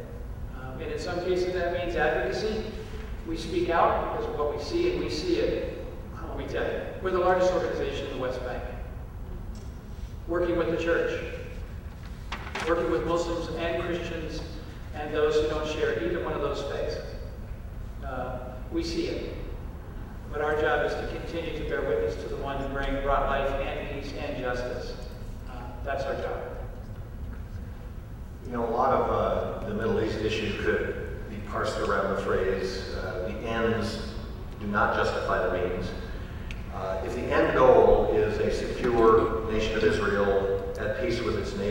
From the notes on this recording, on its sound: Answer questions from the audience.